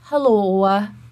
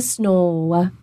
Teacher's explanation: you can hear that little owa, which is an off glide. Oh. And it is because the musculature is so tense in the mouth that when she is done speaking, she still has a little bit left, that hello.